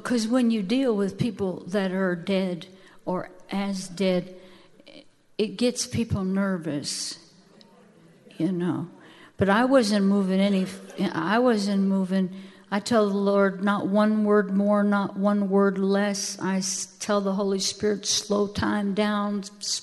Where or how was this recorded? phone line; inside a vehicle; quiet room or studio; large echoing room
large echoing room